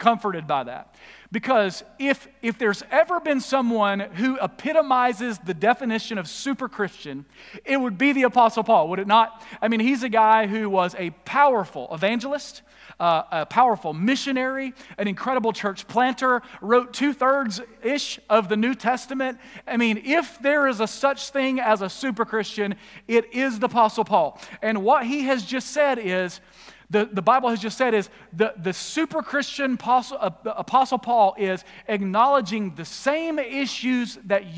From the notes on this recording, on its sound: Recorded live at The Fellowship in Nashville on Sunday, July 25, 2021.